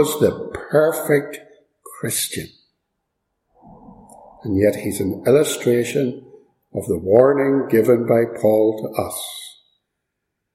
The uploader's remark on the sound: Preached and recorded at Ballymacashon.